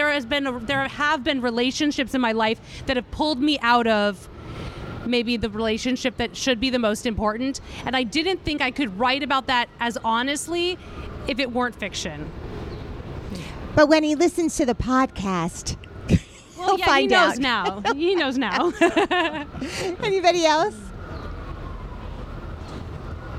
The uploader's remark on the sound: LIVE from Bryant Park